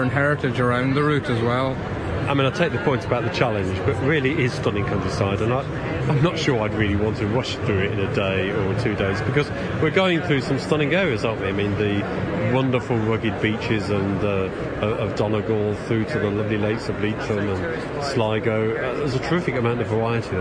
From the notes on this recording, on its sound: Lets get out and about in this podcast recorded at this year's Outdoors Show at the NEC.